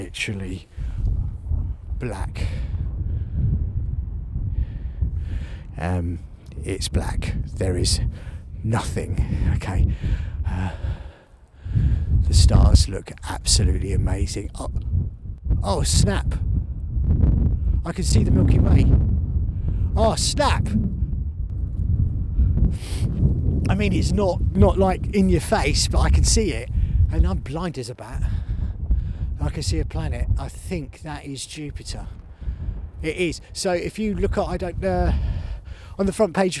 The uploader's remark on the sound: Recorded on the hike to Land's End from Sennen cove on the 9th Jan 2024, in the dark and the freezing cold, under the very obvious cover of the milky way.